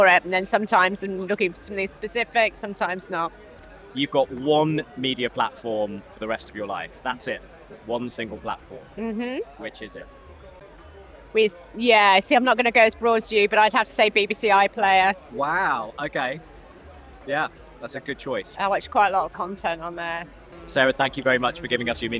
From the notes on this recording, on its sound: Headed out of the studio to ask industry stakeholders their ‘Meaningful Media Fast Five.’. Recorded during the Cannes Lions International Festival of Creativity 2022.